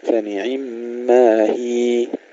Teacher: عندما نقف على مثل كلمة هي نمد الياء حركتين، لا نقول فنعما هي هكذا بالحذف، أو فنعما هي بالتشديد، هذا ما يكثر فيه الخطأ.